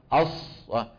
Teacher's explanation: هذا مو صواب يا اخوان، هذا صوت زائد. اعمال الشفتين في حرف الصاد زما الى الامام وضما للشفتين الى الامام يؤثر على الصوت